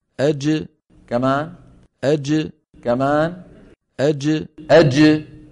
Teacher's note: نعود إلى القلقلة. أج، انظر انظر إلى الجيم كيف أن اللسان يصعد فيقرع مخرجها، ودون أن يعني يكون هناك عمل لا للفك ولا للشفتين